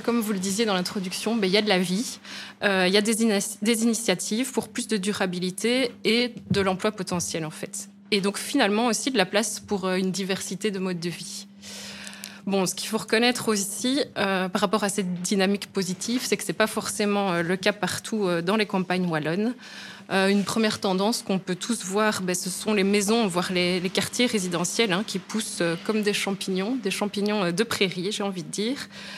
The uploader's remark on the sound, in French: émission radio enregistrée & diffusée en direct depuis le Mundo-N à Namur